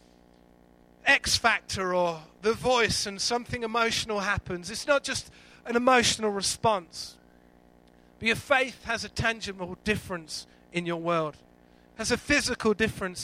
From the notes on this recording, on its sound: Recorded live at Life Church on Sunday 23rd February 2014.